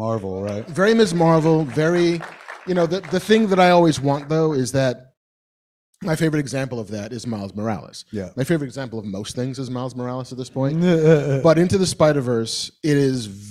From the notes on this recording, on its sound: LIVE from SModcastle Cinemas! LIVE from SModcastle Cinemas in Atlantic Highlands, NJ. Maybe some audience Q&A.